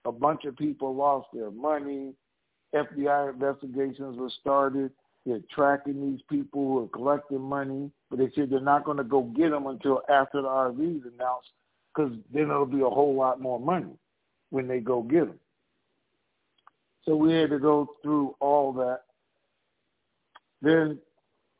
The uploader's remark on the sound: TNTSuperfantastic Conference Call